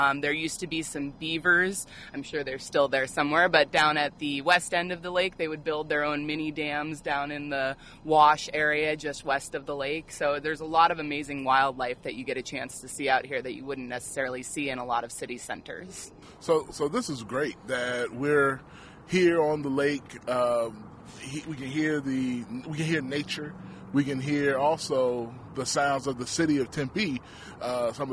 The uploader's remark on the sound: We're on location at Tempe Town Lake!